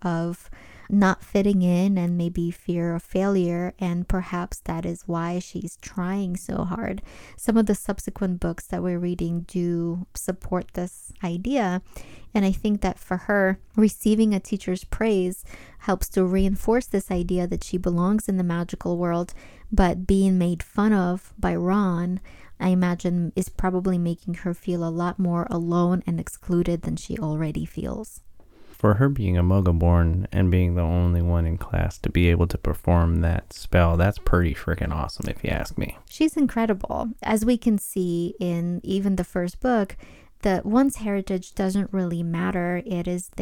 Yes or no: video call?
no